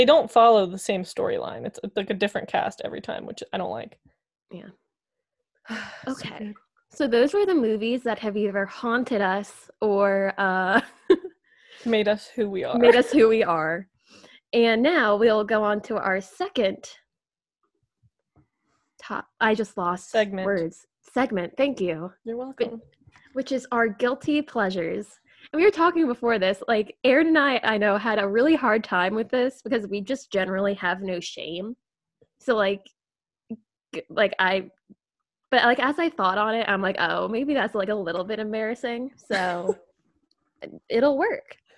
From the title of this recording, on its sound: Four Idiots, One Zoom Call